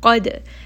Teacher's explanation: Then ayah number 33, qad qaf is going to be heavy. Dal is a letter of qalqala, so there is going to be a bit of bounce here.